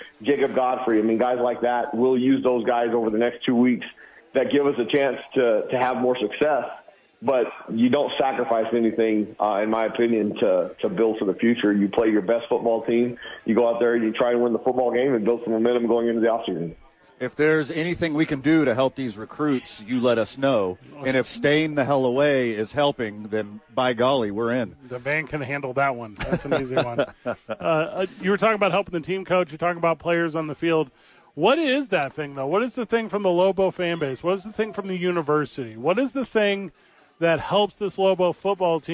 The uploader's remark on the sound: live from ABQ AXE